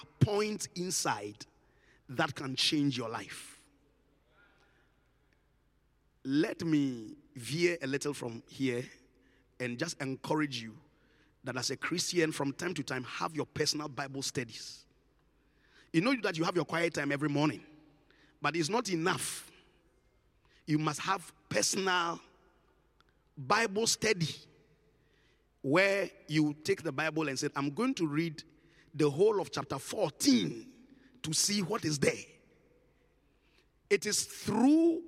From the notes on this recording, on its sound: Encounter Service. Preached at the Qodesh.